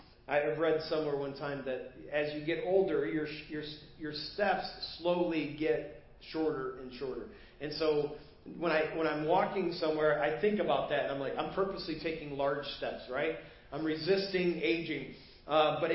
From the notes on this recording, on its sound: Preached at First Baptist Church of Hazel Park.